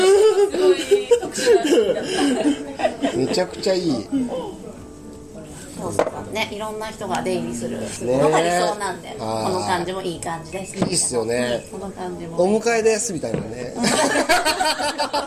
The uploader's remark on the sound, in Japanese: 滝上町オフライン収録！新オープンするふくらい家潜入収録！